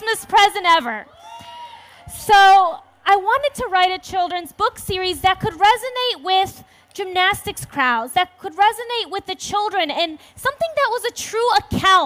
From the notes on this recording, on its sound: on the Family Storytelling Stage at the 2012 Library of Congress National Book Festival